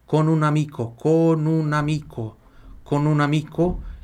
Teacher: Con un amico, como se fosse uma palavra só